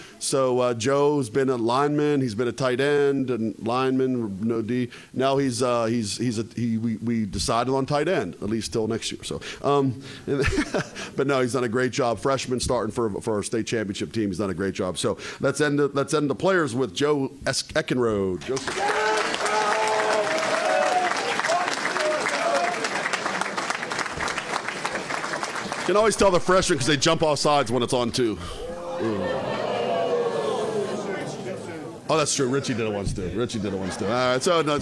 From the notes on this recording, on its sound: Live from Bishop Guilfoyle Catholic High School on Talk Radio 98.5 WRTA, Altoona PA.